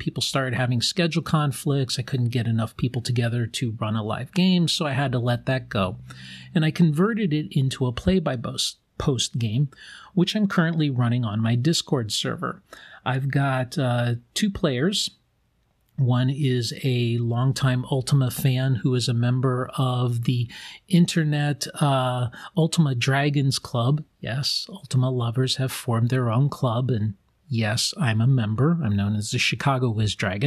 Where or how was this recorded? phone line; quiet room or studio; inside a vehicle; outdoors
quiet room or studio